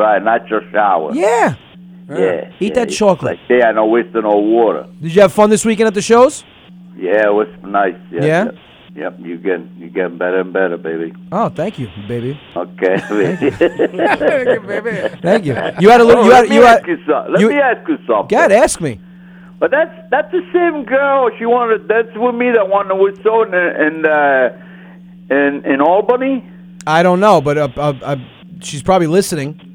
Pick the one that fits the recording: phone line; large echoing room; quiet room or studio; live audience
phone line